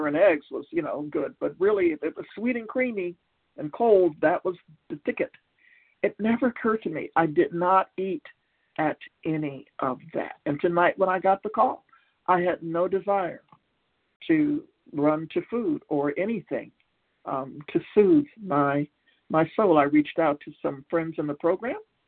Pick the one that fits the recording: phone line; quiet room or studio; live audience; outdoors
phone line